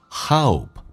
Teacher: 饱满一点，先发呃，再发呜